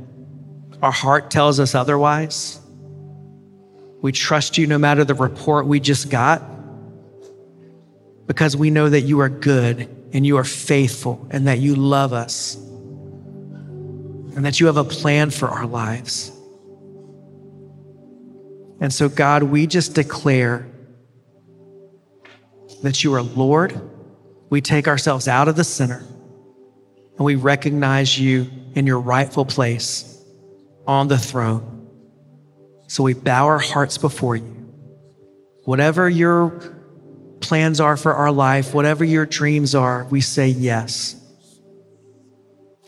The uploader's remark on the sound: Preached at The River Worship in Toronto.